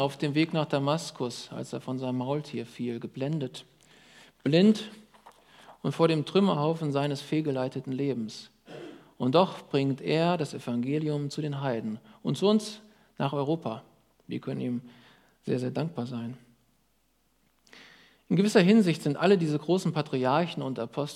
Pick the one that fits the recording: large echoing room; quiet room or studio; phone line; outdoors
large echoing room